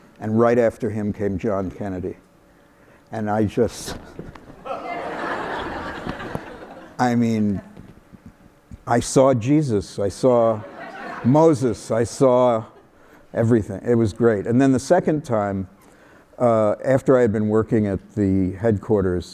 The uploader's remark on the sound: live on stage